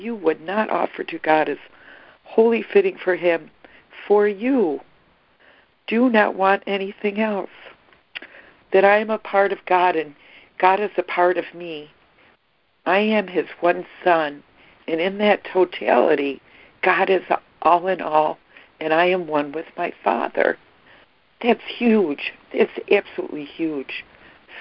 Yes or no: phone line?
yes